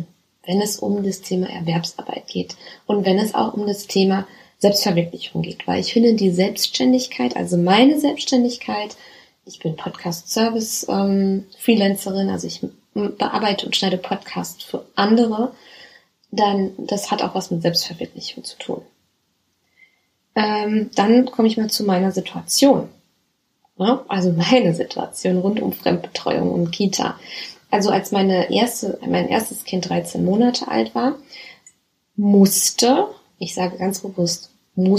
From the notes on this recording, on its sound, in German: Hatte es nicht gecheckt, dass mein Mikro nicht steckt. Hier ist eine recht schlechte Aufnahme mit dem internen Mikro.